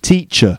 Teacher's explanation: You can hear the schwa sound at the end.